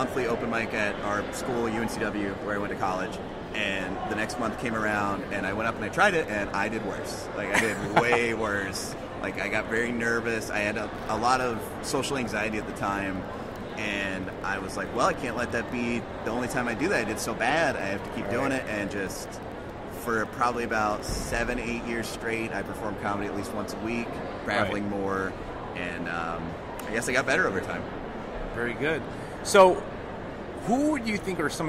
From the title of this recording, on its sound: LIVE from Galaxycon!